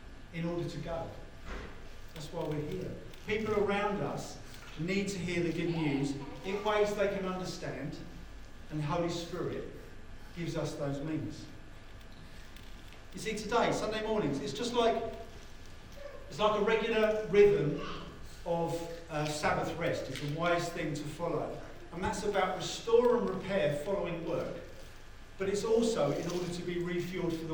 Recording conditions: poor sound quality